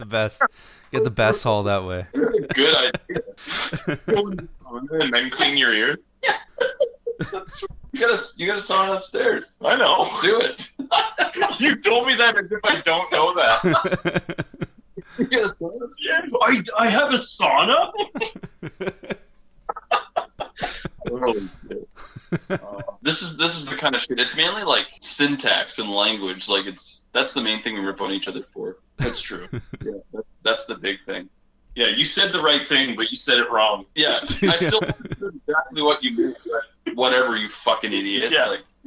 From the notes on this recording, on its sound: We are joined (Via Phone). All the way from their isolation in Frig Dancer Fortress. Since this was recorded over phone there is the occasional sound glitch.